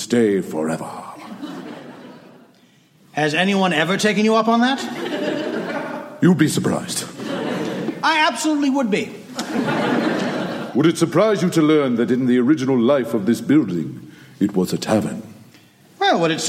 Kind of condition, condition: setting, live audience